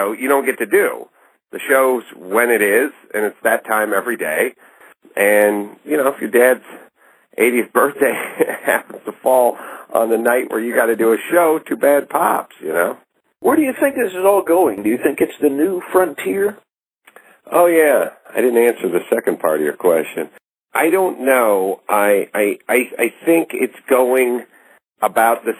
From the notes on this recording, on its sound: This interview recorded over the telephone for the radio.